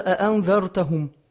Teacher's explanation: первое чтение можно прочитать, оставляя обе хамзы · Term: битахкыкы лхамзатайни